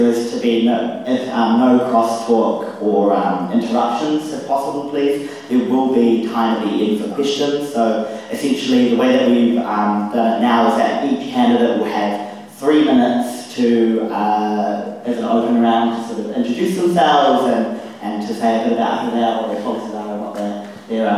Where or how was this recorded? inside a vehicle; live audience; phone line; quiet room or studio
live audience